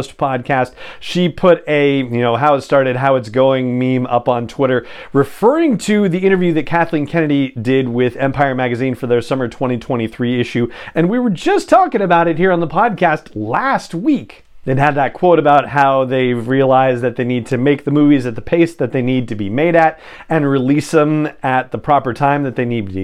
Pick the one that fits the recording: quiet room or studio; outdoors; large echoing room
quiet room or studio